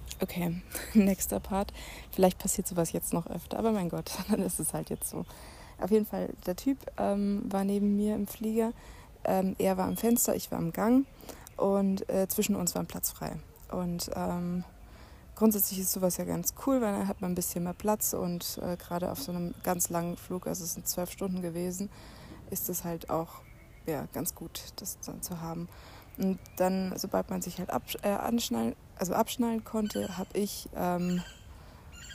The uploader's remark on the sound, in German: Fast live aus der Hängematte im Hostelgarten